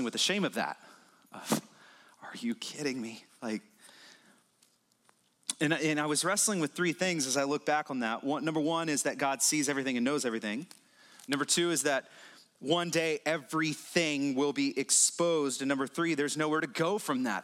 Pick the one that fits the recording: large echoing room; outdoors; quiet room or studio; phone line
large echoing room